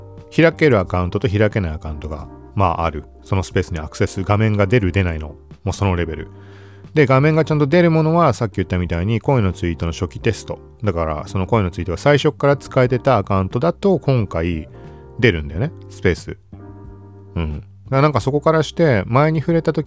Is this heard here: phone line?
no